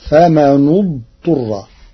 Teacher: قرأ ورش كلمتي فمن اضطر بضم النون المكسورة لضم ثالث الفعل بعدها فتصير فمن اضطر.